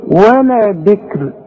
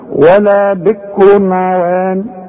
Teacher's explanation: يبقى انت هترقق الراء مع العلم انها مضمومه · Shown in: first take · لانها لها حكم عند الوقت خلاف الوصف.